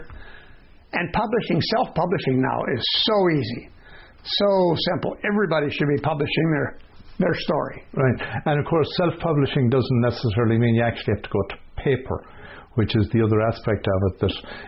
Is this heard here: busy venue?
no